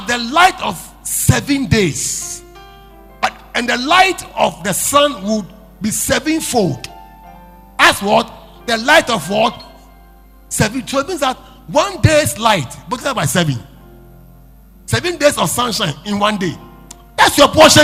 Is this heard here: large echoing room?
yes